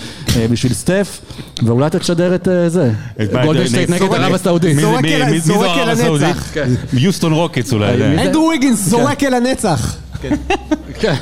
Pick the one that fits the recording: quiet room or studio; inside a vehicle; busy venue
busy venue